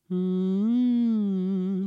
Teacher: Et à ce moment-là, l'arrière de la bouche est fermée, donc l'air ne peut plus passer, mais pourtant le son résonne toujours. Et eh bien ça, c'est grâce à la cavité nasale. L'air s'échappe par le nez.